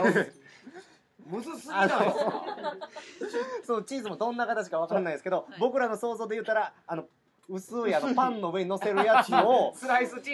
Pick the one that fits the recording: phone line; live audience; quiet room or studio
live audience